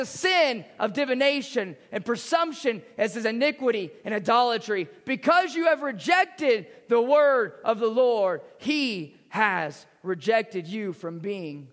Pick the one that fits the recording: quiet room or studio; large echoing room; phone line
large echoing room